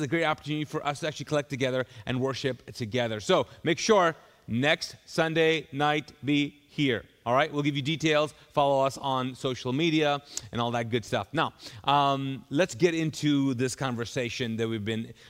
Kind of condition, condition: setting, large echoing room